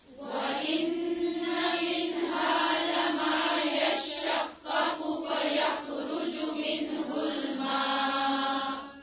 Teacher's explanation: دوسرا والا جو قاف ہے اس پہ پیش ہے، تو اس کو یشققو لمبا نہیں کریں